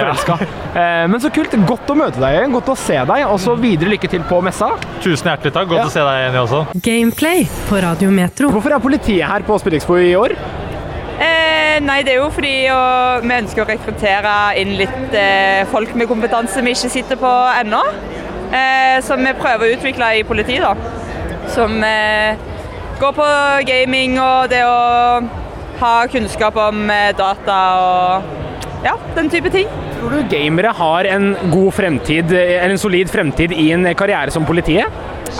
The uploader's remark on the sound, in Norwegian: GamePlay på Spillexpo 2023! Det blir vandring langs standene i messa, det blir live podcast.